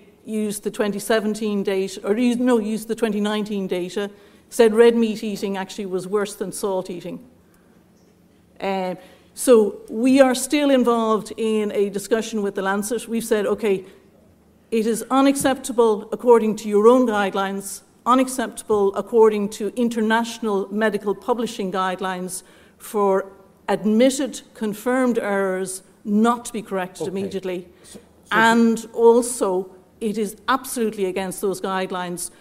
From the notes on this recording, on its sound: This week’s Beef Edge episode is a recording of the Beef Forum that concluded the open day in Teagasc Grange on the 5th July.